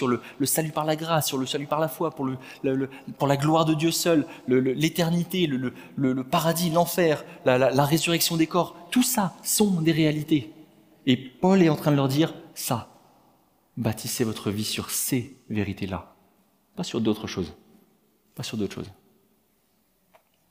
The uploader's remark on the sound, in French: Enregistré à l'église CVV, le 23/10/2022